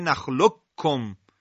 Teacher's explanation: یعنی با حذف قاف و مشدد شدن کاف · Term: ادغام